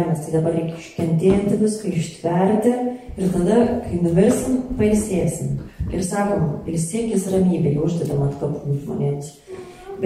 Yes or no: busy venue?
yes